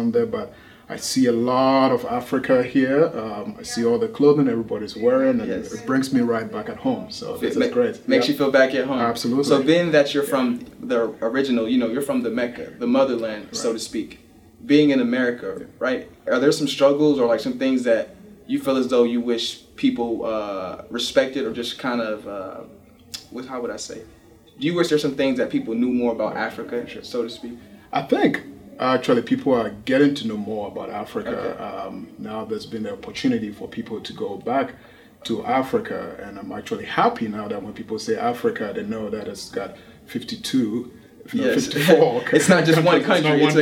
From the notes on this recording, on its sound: In this special episode from the African American Cultural Celebration. Interview performers and participants at the festival.